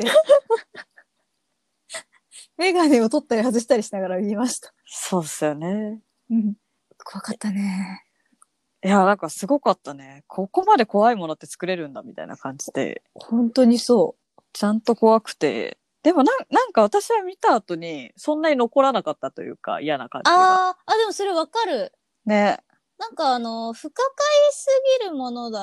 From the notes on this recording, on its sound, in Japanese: 緊急事態宣言の発出に基づき、リモート環境にて収録しております。ふだんの配信よりも聞きづらい箇所などあるかもしれませんが、あらかじめご理解、ご了承を願えますと幸いです。